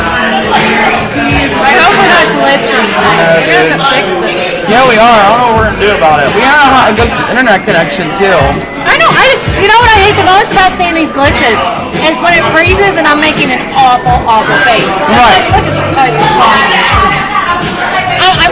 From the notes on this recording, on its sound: We are LIVE at Zazou's in Covington, KY during Oktoberfest Mainstrausse 2021.